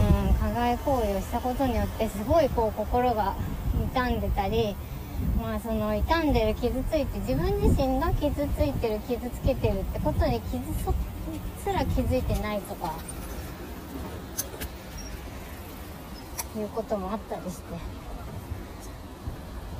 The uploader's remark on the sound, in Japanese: 自転車乗りながら最近の悩みを吐き出す。チャリこぎながら最近の悩みについて話しています。暑い。